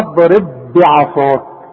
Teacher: حرف ساكن خلاص الب الثانيه اي مكسوره وعليها الشده تبقى متحركه ادغم البه دي في البه دي خليها به واحده واوعى تقلقلها